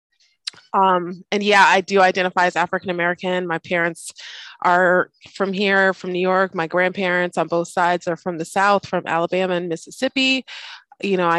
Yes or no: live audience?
no